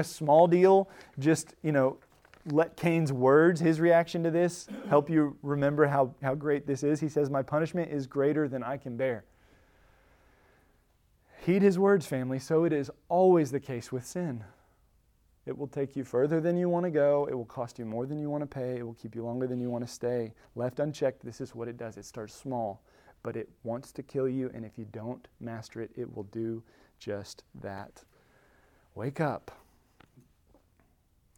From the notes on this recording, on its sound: Recorded at Emmaus Church in Buford, GA.